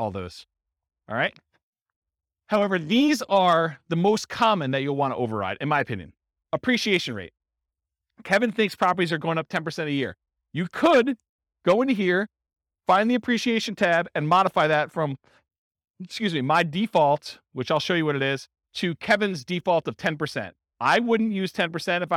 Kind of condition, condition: setting, live audience